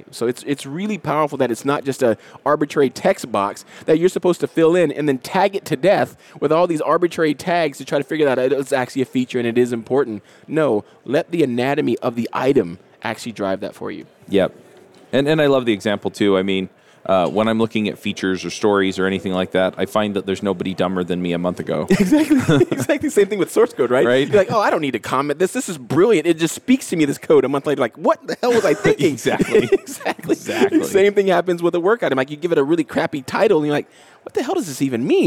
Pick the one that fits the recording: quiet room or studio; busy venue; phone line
busy venue